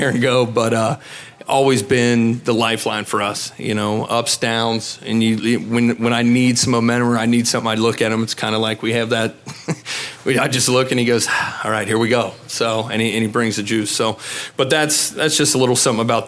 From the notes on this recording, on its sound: The WCPO High School Insider Podcast held a special live episode at the Western Hills Chick-fil-A.